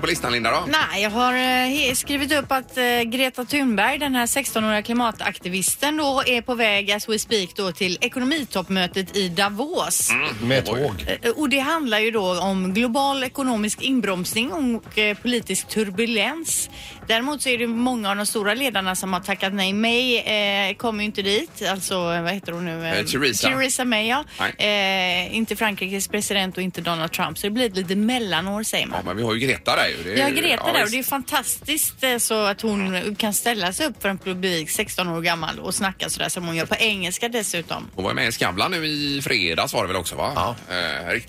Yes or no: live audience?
no